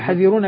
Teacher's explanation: كذلك القصر، القصر أيضا هنا يعني أحد الصلاحين، إما ذهاب الحرف بالكلية، ذهاب حرف المد، ذهاب حرف المد، فأقول هذه الكلمة مثلا حذرون بالقصر، حاذرون بالمد، نعم نقول حذرون بالقصر يعني عدم وجود حرف المد، نحذف حرف المد